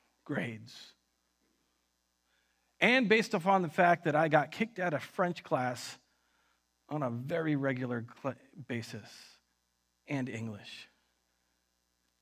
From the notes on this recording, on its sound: Recorded on October 25th, 2020 at Word of Life Church in Le Sueur, MN.